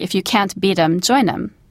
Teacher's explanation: Now, the expression itself, if you can't beat them, join them, when we say this in normal conversation, we sometimes change the pronunciation a little bit of them, and you drop the TH sound, so beat them becomes beat em, and join them becomes join them.